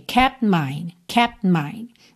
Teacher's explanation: Aproveito que eu já tô com os lábios juntos pro P, já meio que emendo no M.